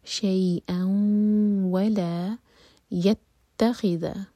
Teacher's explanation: حمزہ کی تنمین کے بعد واو تو ادغام غنہ کے ساتھ، سو میک شیور کہ ناک میں آواز جائے اور دو سیکنڈس کا ٹائم دیں